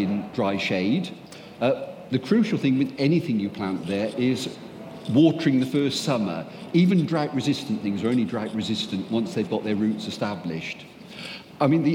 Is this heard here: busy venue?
yes